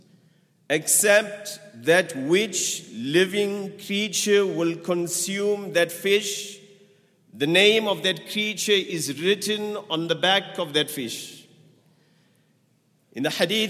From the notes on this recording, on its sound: at the Houghton Masjid (West Street)